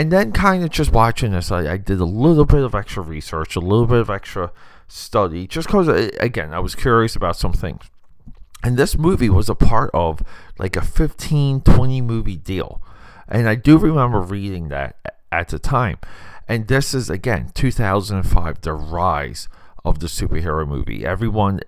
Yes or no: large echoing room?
no